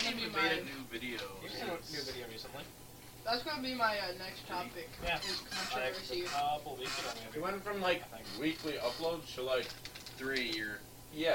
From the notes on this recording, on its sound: Chaos ensues as glass shatters, microphone settings are outta wack, and the wii keeps crashing. Sorry for the audio quality for most of the episode.